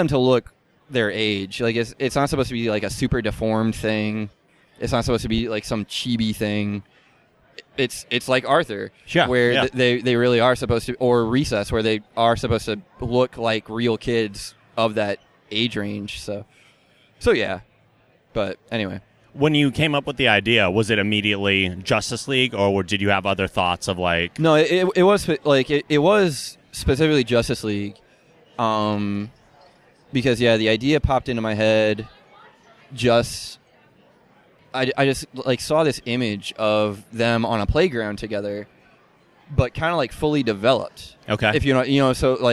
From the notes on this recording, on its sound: Interviews from Boston Comic Con 2013